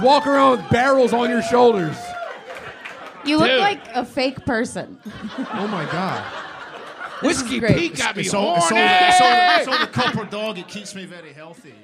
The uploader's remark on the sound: Live at The Stand NYC, 1/5/23. He's joined on stage by a dynamite panel of comedic all-stars. This is, undoubtedly, the wildest live show we've ever done...